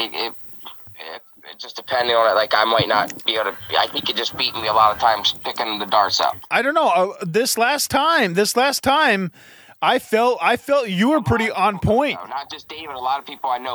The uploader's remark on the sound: We have a special guest call